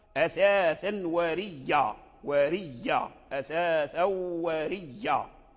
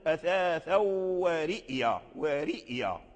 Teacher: أبدل الهمزة ياء وأدغم الياء في الياء · Shown in: first take · Term: بإدغام الياء مشددة